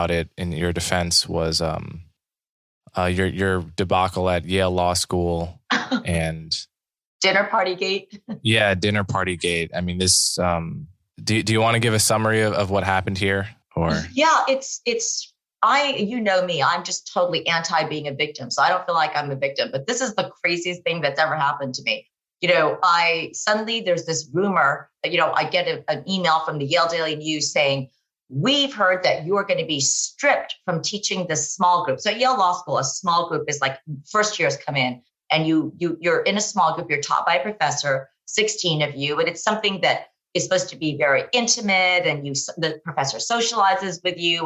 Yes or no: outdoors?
no